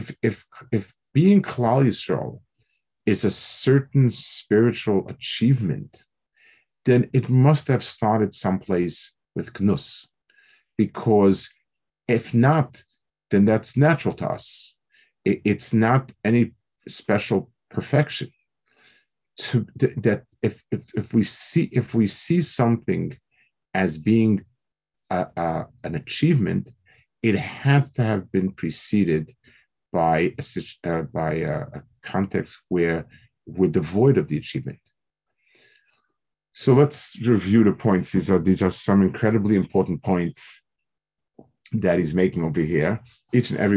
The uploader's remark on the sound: Delivered over Zoom